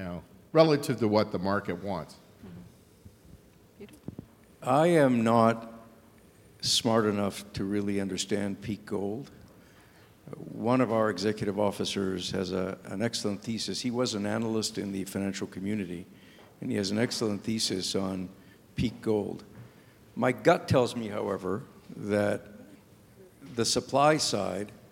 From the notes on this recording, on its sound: this free-wheeling discussion was recorded live at The Northern Miner's Canadian Mining Symposium held at Canada House in London, U.K., on May 22, 2019.